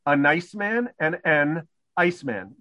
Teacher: The difference is a glottal stop.